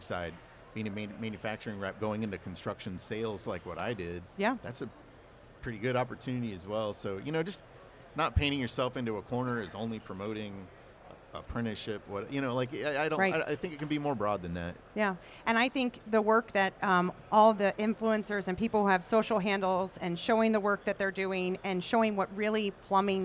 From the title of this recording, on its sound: LIVE from The WWETT Show 2024